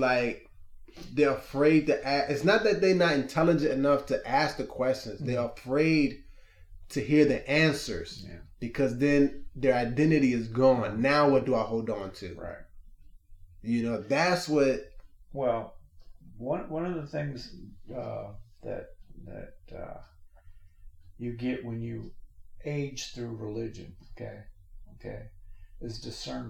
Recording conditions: poor sound quality